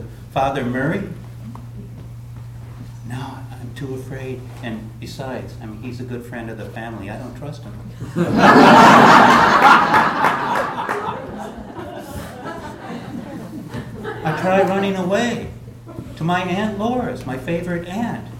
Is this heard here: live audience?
yes